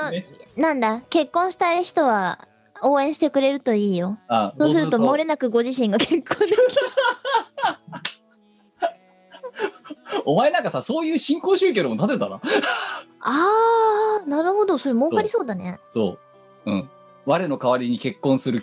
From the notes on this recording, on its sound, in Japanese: 本番組はリモート収録です。収録時環境の影響により、聴き取り辛い部分があります。